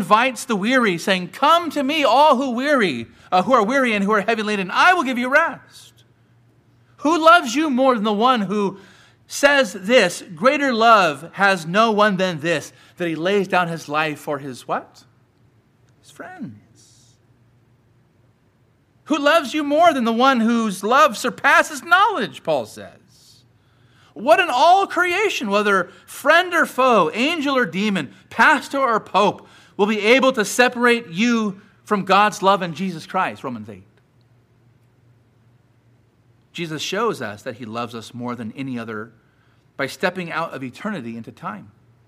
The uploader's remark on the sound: Sermon preached at Grace United Reformed Church